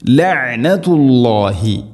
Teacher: ഐൻ മഖ്റജും ശ്രദ്ധിക്കണം, തൊണ്ടയുടെ മധ്യഭാഗം. ഹംസയായി പോവരുത്, ലഅനത്ത് എന്നല്ല.